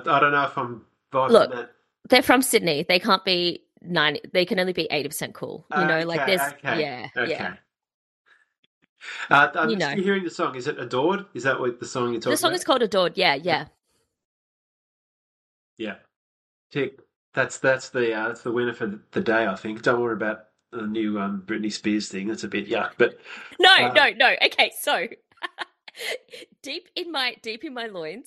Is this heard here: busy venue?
no